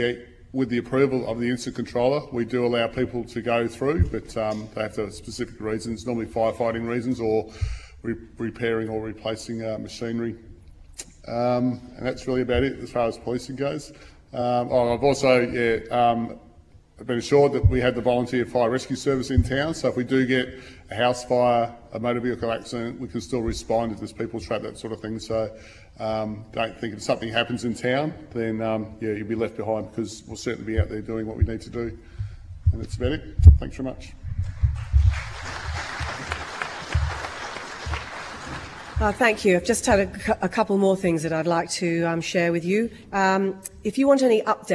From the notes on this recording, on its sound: RAW - Esperance Community Meeting. This is the full audio from the Community Meeting held for the Esperance fires.